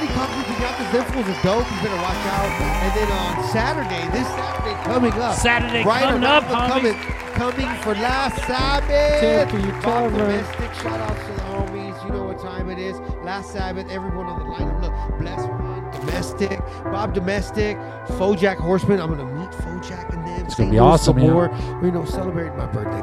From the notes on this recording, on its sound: Filmed in front of a live Studio Audience.